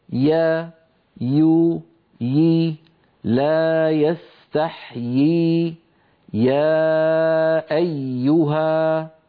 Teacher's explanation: بأن وسط اللسان في الياء يرتفع ويتضيق مخرجها